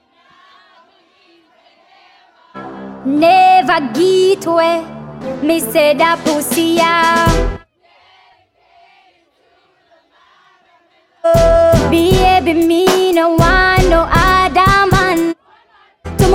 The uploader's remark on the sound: BOAT CRUISE LIVE AUDIO